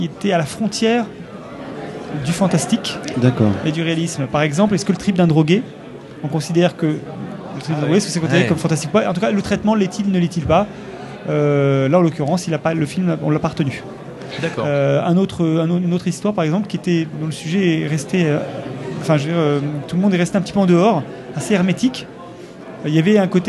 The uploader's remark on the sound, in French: Au coeur de la convention du Fantastique de Rouen. Nous étions à nouveau en mode immersion dans le cadre d’un festival, à nouveau pour un enregistrement en public, mais cette fois-ci dans le cadre de la convention du fantastique.